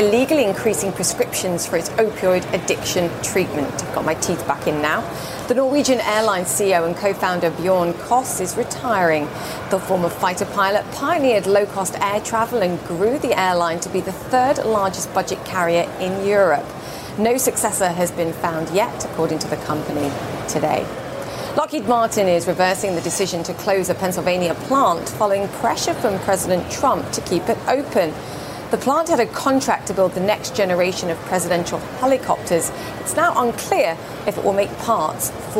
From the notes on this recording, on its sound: live from the New York Stock Exchange.